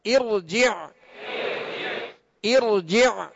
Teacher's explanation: ارجع، اب یہ جو زیر ہے حمزہ کے نیچے یہ عارضی زیر ہے لہذا را ساکن سے پہلے عارضی زیر ہو تو را کو پر پڑھیں گے